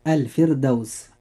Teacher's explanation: الراء فيها مرققة لأنها ساكنة وقبلها كسر أصلي وليس بعدها حرف استعلاء، ولذلك ننطق هذه الكلمة مرققة هكذا.